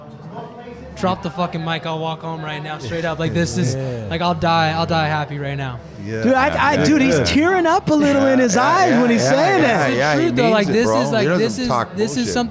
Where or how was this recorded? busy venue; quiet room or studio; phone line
busy venue